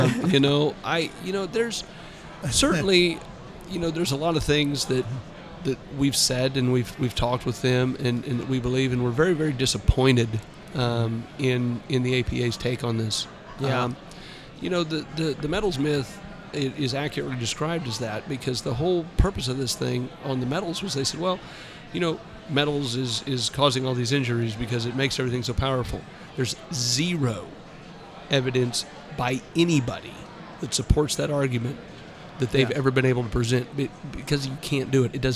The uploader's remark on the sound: This episode of Fireworks Brigade was recorded around midnight during “Afterglow” on night 2 of the NFA’s Annual Expo in Branson, Missouri.